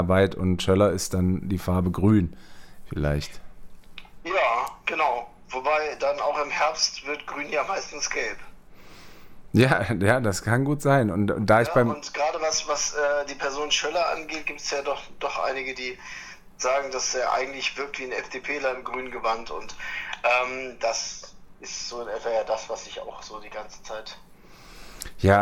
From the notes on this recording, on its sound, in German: am Telefon zugeschaltet